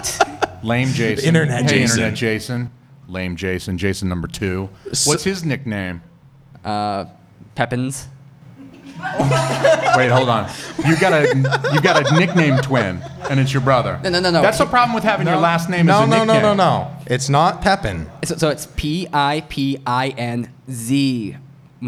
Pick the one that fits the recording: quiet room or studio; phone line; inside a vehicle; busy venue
busy venue